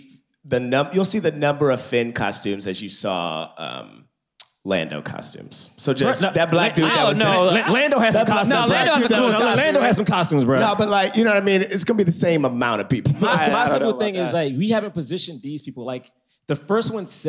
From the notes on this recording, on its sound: LIVE from London Podcast Festival